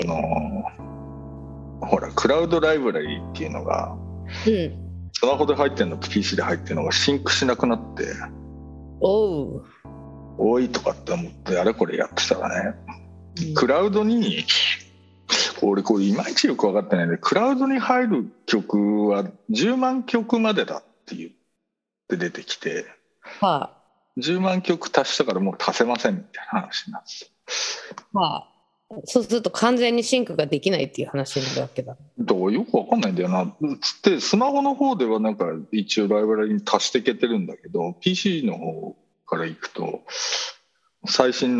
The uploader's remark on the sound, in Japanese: 本音声はビデオ会議サービス「Zoom」を使用し収録しています。一部聞き取りづらい箇所があります。